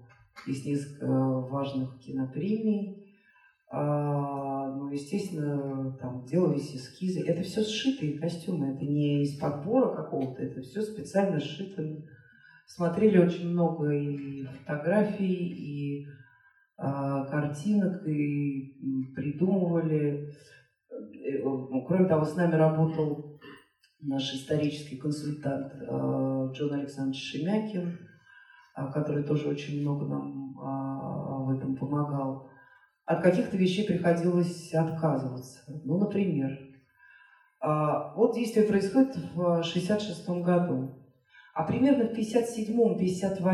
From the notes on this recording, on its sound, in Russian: Встреча в Доме культуры "Ясная Поляна" в рамках фестиваля Толстой Weekend